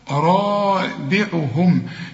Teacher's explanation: الراء هنا مفخمة قوي والبيه هنا مكسورة